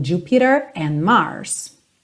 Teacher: a tendência do inglês americano é mesmo fazer o rarara no T.